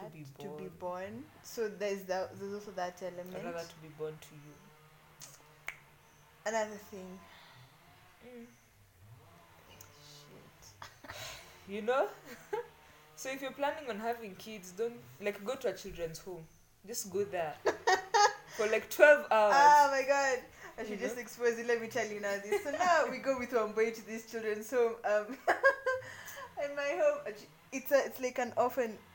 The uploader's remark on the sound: We apologize for the background noise. People were cutting down trees.